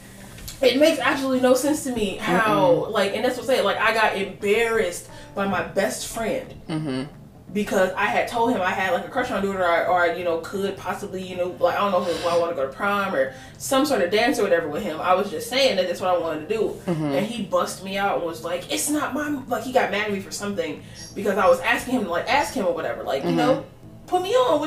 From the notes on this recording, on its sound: Sorry to any headphones, we are still new to this and we don't realize how loud we are sometimes.